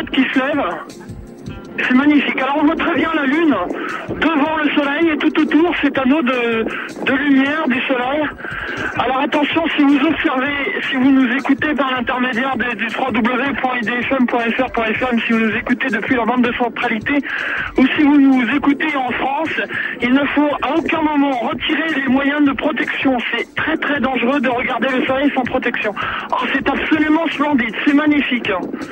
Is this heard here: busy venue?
no